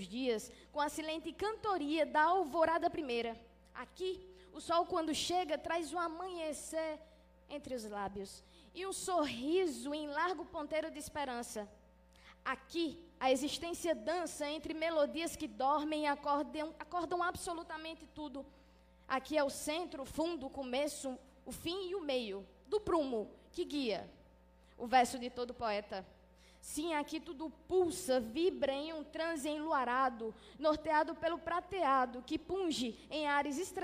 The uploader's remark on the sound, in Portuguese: Essa gravação foi realizada pela Prefeitura de Juazeiro do Norte, por ocasião do dia de comemoração dos 50 anos do monumento em homenagem ao Padre Cícero, no Horto.